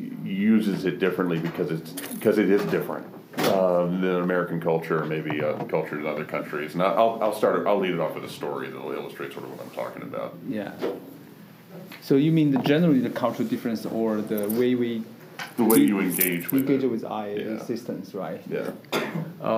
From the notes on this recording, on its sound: This Week In Voice recorded a special roundtable interview at CES